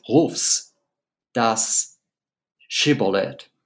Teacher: And you can hear, as I'm saying it, that Celan has packed those S's right next to those sh sounds